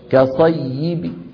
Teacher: نحذف التنوين ونقف ببعض الكسرة · Term: الروم